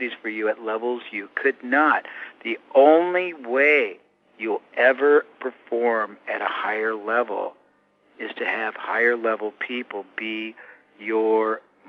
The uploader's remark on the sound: I managed to get a few minutes with him by phone